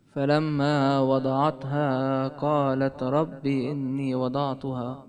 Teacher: الألف لازم يبين والباء ما في معاها ياء